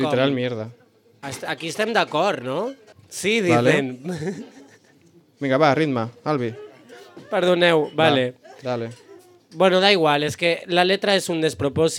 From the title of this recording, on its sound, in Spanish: En vivo desde Rouge Cocktail Bar